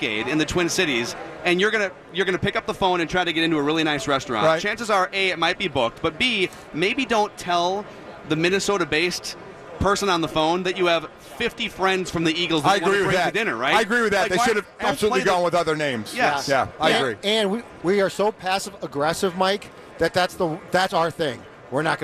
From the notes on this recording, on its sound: live from Radio Row all week